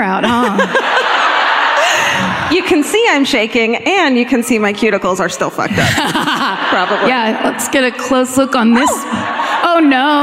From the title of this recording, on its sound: Live at the Riverside Theater in Milwaukee (2017)